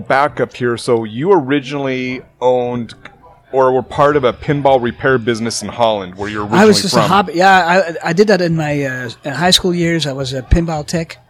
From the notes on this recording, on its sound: Shorty's Coney Island is way more than a dive bar, it's a true Seattle institution. Recorded live at Shorty's Coney Island.